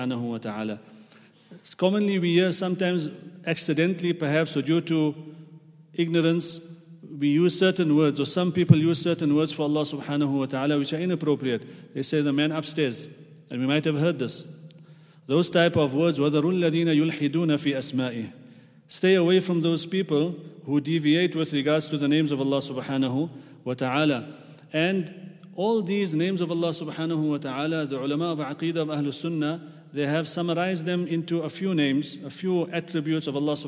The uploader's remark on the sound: at the Houghton Masjid (West Street)